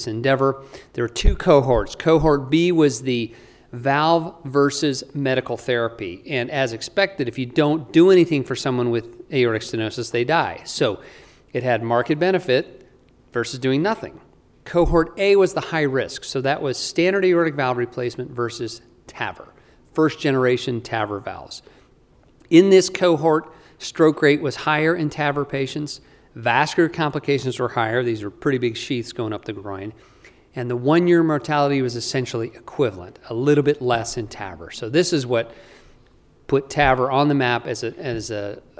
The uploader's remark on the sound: This is an updated lecture recorded Sunday, September 11, 2022 during the CORE conference in Salt Lake City, Utah - USA.